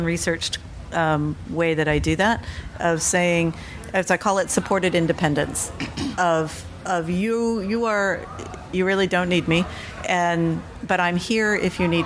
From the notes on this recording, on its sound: LIVE from the Combined Sections Meeting in New Orleans, Lousiana